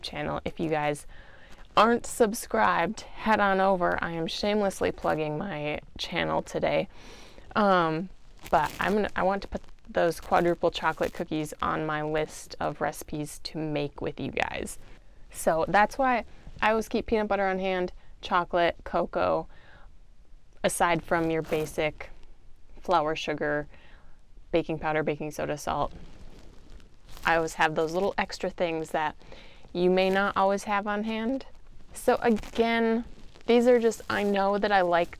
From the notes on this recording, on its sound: I apologize for static that you may hear! Newbie mistake when it came to my choice of clothing, on the day I recorded.